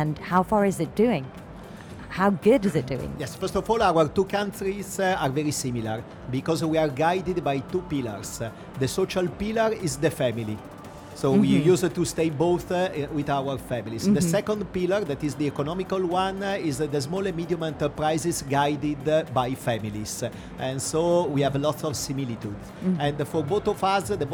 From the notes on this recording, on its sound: Live interview from SIBF 2022